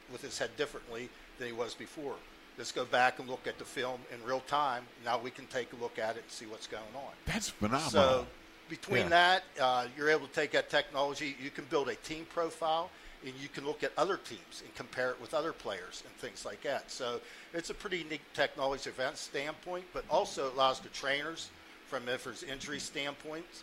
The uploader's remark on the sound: In the Locker Room Live from Steelers Camp Day 7.